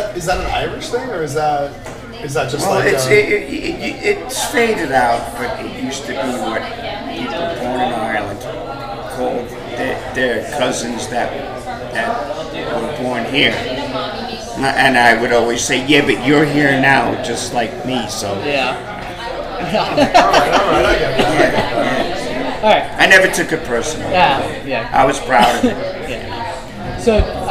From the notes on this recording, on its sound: in front of live bar audience!